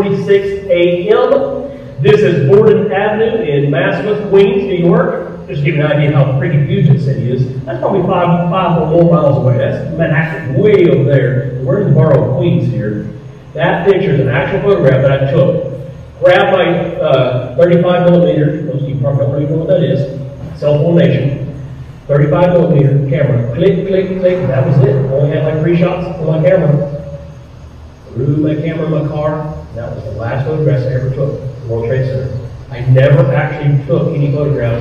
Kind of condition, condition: setting, large echoing room